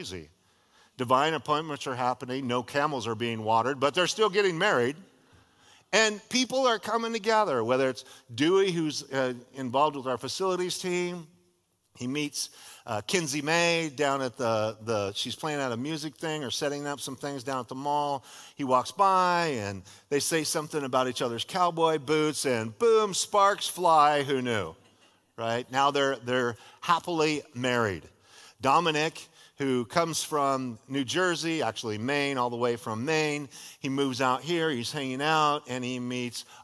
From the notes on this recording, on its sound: was a sermon delivered as part of The Beginning and The End Series at Godspeak Calvary Chapel in Newbury Park, California